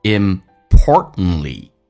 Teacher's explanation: most importantly,Most 跟 importantly 有一个零叫 most importantly, T 变 D 这个发音。而 importantly 在口语化当中有一些不一样，有一些缩读现象。T 跟 L 在一起的时候一般 T 不发音，所以会发成 importantly。同时那么经常我们会发现中间那个 T 也不发音，因为 T 跟 N 在一起的时候美式发音 T 可以不发音